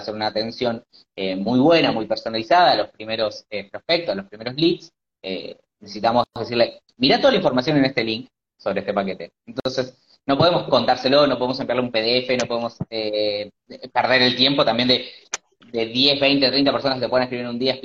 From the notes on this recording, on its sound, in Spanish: el último live que tuvimos en nuestra semana de Travel Business Boost en Instagram